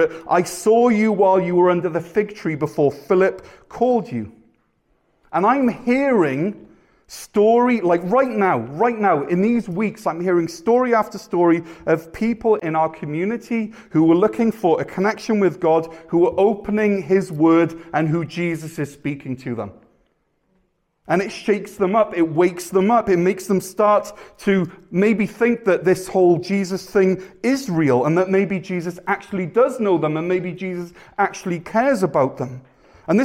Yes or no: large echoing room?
yes